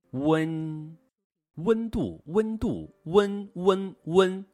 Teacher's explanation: 先嘴唇和拢发“呜”，呜，然后舌尖向上，抵住上牙床发“呢”的尾音，“呢”。温温度，温度，温，温，温。字词练习，孙，孙女，浑，浑水，滚，滚动，困，困苦，孙，浑滚。困。孙女。浑水。滚动。困苦。学儿歌，孙悟空把妖降，不怕困难本领强，金箍棒打得准，妖魔鬼怪满地滚。请大家跟我来一句一句地来。孙悟空把妖降。不怕困难本领强。金箍棒打得准。妖魔鬼怪满地滚。更多内容，欢迎大家关注我们的微信公众号“青年好声音”。 · Term: 前鼻韵母